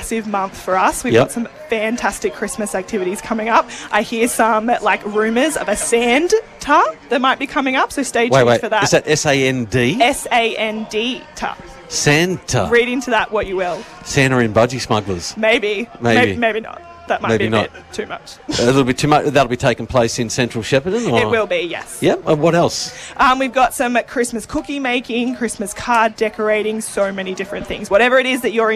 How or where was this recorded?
outdoors